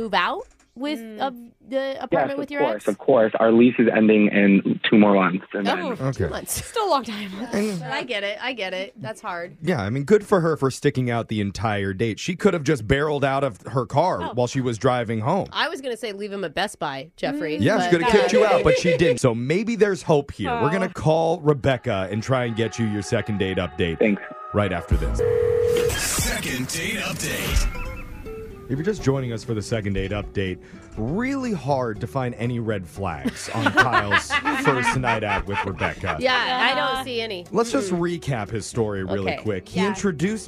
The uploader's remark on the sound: The guy on the phone today